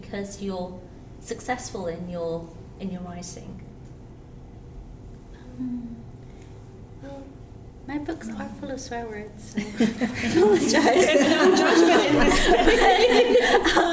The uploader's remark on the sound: This podcast was recorded at an event for International Women's Day.